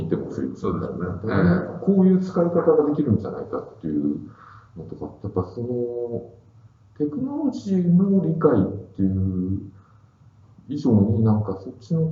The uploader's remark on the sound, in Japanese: 旧マイクで音声ややわるいです